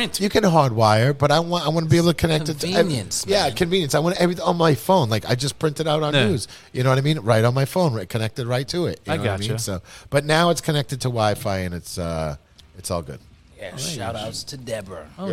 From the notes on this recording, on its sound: recorded in the back of Brooklyn’s famous heavy-metal bar Lucky 13 Saloon